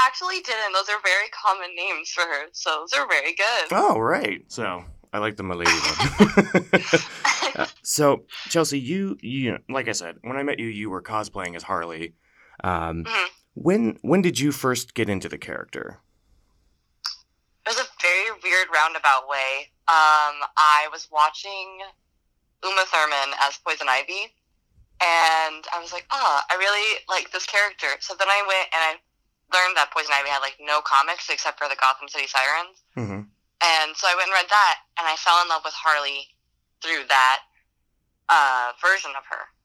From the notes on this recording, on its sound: via telephone communicator device